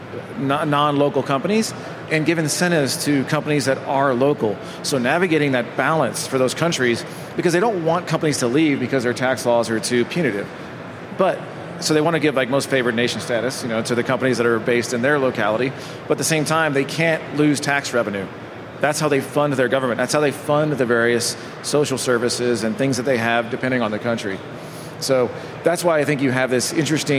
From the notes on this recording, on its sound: LIVE FROM MONEY 20/20. Live from the Money 20/20 Garage Stage.